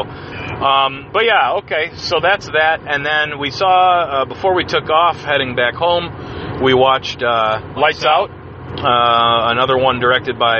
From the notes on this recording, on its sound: On their way back from Cleveland. Riff in the car. In the first Vomit off the Cuff mobile edition. Only 2 of us were in the car.